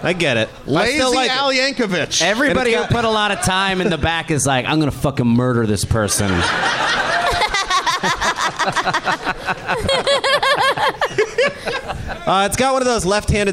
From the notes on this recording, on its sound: Live from the Helium Comedy Club in Portland